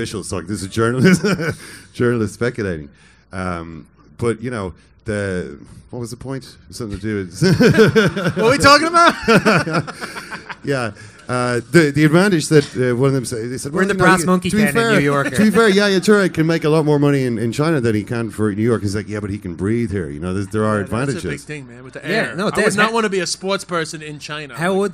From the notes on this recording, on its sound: Live show in NYC.